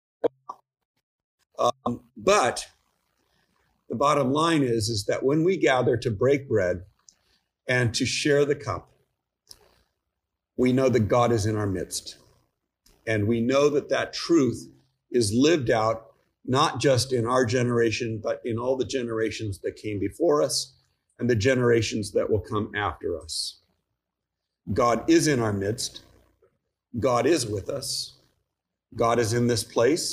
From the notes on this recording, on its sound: Each weekly podcast episode is a live recording from our church in San Jose, California of the Gospel reading followed by an Episcopal Sermon based on that reading. The Episcopal Church in Almaden, San Jose, CA.